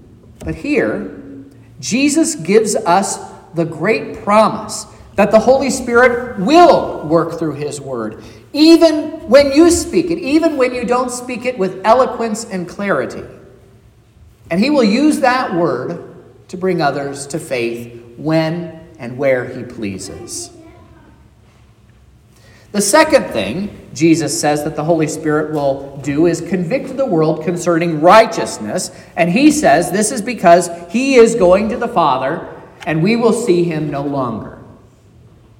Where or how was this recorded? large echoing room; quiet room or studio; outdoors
large echoing room